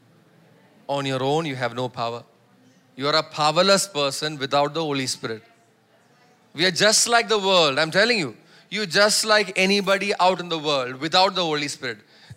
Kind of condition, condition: setting, large echoing room